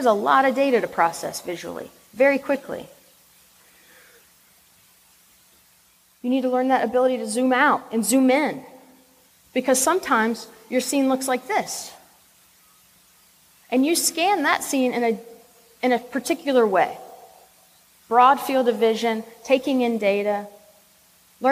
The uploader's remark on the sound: This is a recording of a talk. At FlightBridgeEd's #FAST19 symposium.